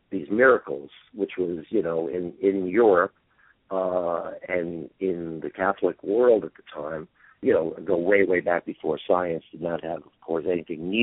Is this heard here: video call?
no